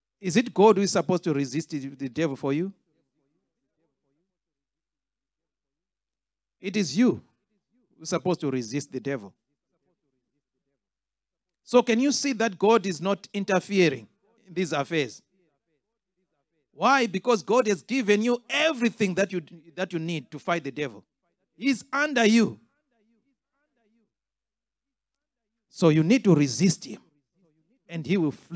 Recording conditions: large echoing room